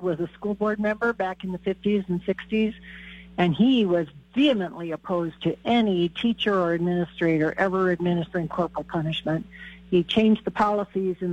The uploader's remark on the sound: takes your phone calls on News Radio KKOB